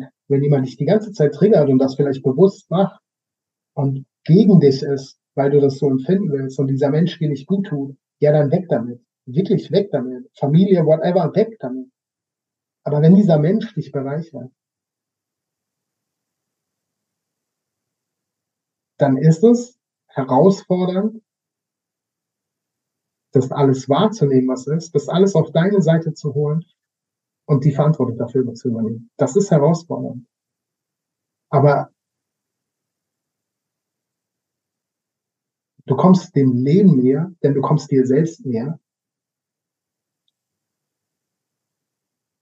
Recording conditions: poor sound quality